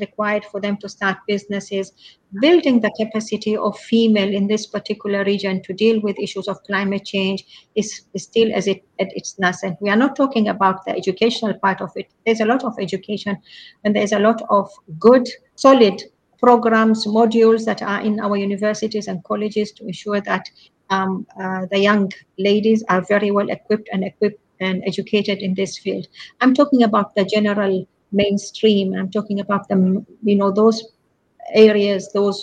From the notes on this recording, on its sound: Taken from a LinkedIn Live recording hosted by women’s network AllBright and in collaboration with Bankers for Net Zero.